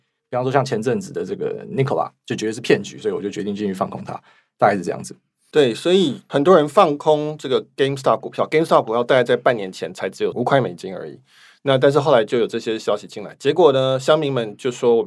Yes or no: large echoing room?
no